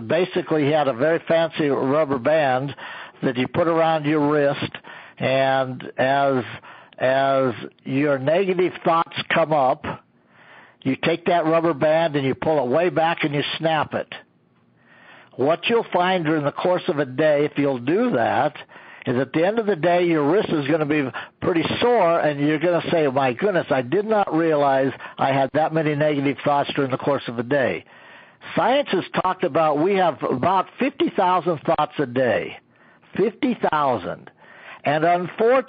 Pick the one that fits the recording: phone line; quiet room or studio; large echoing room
phone line